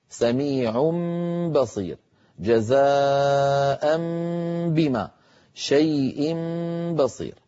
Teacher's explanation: المهم أننا نقلب التنوين ميما